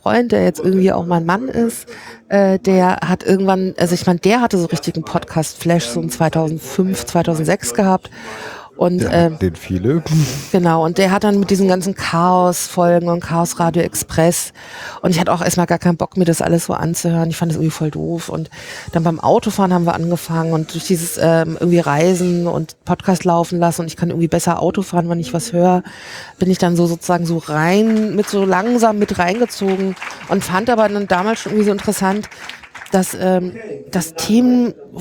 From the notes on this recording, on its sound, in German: Live vom 32ten Chaos Communications Congress